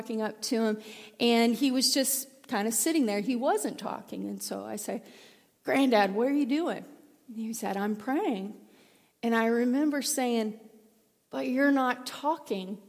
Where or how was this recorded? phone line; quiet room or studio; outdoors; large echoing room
large echoing room